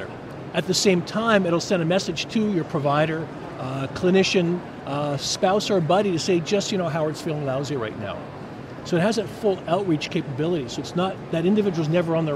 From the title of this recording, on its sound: LIVE ftom #HIMSS17